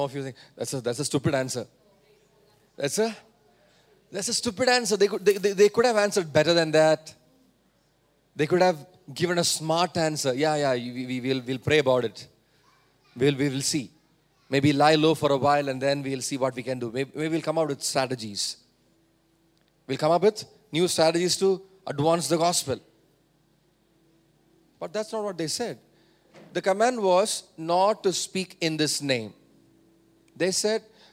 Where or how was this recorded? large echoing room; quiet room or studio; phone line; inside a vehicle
large echoing room